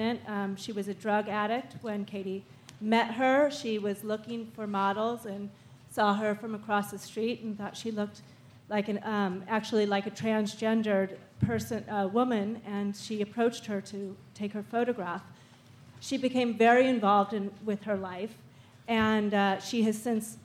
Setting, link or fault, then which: setting, live audience